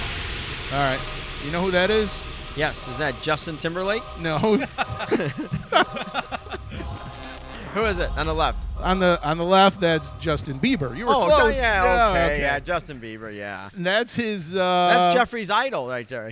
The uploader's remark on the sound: recorded in Mason City Iowa while the guys were participating in the Pyrotechnics Guild International’s “Thunder and Fire” at the North Iowa Events Center